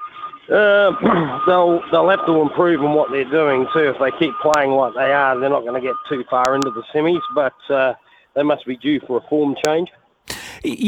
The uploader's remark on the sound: goes to the phone and text lines for the listeners thoughts